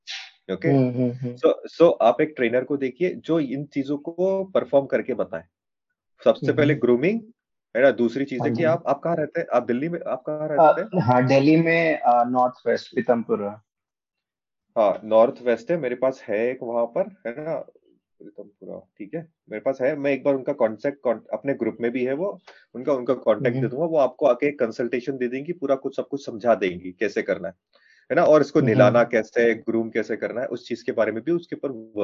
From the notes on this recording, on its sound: Our expert team recently held a Zoom call.